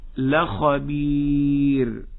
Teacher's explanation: أفخم الخاء وأرقق الباء والياء، والراء في النهاية تكون هكذا لخبير.